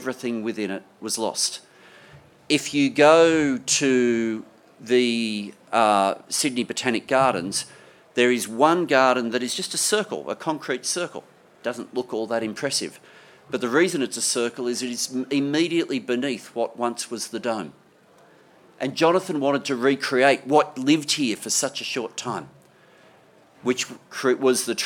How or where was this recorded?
busy venue